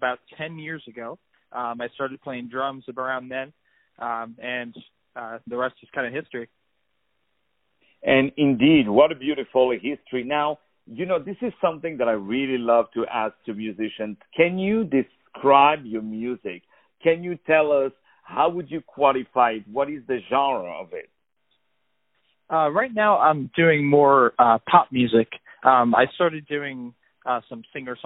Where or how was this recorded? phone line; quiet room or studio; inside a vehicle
phone line